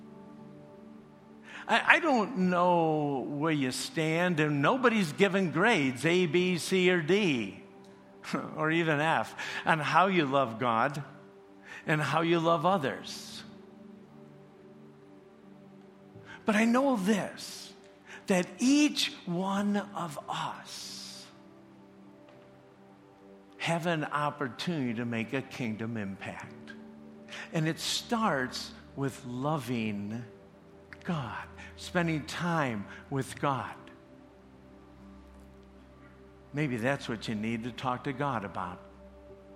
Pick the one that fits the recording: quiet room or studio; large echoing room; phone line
large echoing room